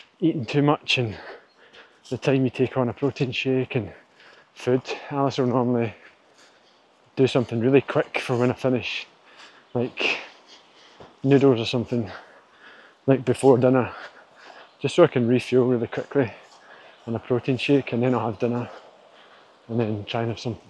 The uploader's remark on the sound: responds "live" from the trail